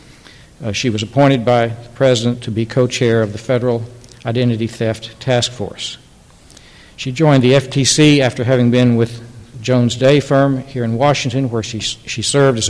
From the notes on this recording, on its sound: The Federalist Society's Corporations Practice Group presented this panel discussion at the 2006 Annual National Lawyers Convention on November 18, 2006.